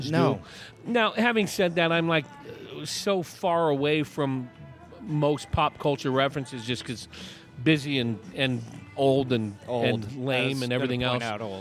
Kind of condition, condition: setting, busy venue